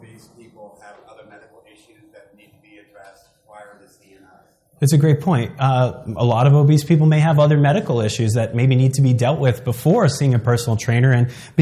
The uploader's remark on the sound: In this seminar—recorded live in Long Beach, California.